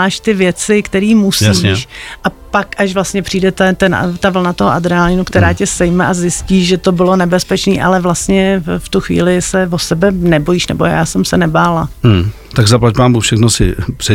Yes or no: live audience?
no